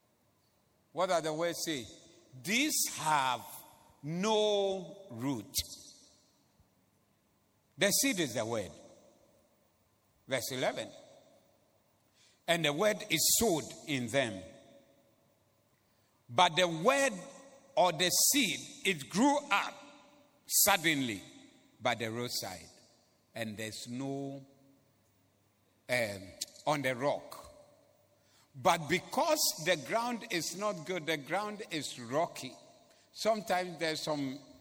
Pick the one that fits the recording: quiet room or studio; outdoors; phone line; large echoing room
large echoing room